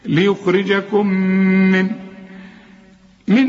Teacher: الميم الأولى ساكنة بدون تشكيل بتضغم في الميم التانية